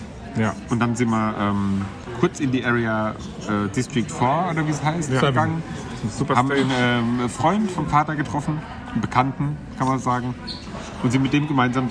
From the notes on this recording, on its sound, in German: Wir berichten Live von Tag 1 des Superbloom Festivals in München! Begeistern knapp 50.000 Besucher an Tag 1!